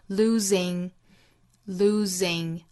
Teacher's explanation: Lose 这个词尾部是浊辅音